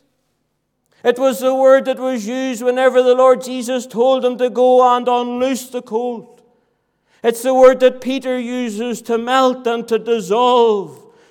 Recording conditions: large echoing room